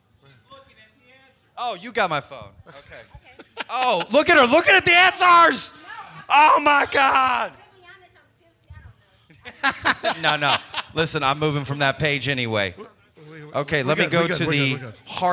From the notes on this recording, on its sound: We held a Service Industry Trivia Night where we basically asked people on stage to answer trivia questions and take home prizes. Way more people came out than I initially thought, so we had a great crowd, and we recorded the whole thing.